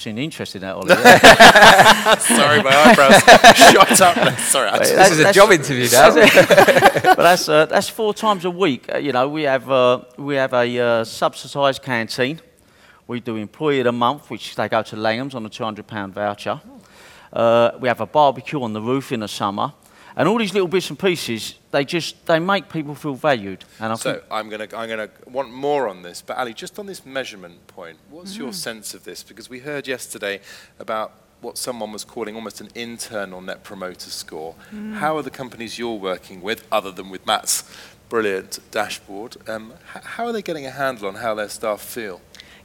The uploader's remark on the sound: Speaking on the second day Elite Business’ live event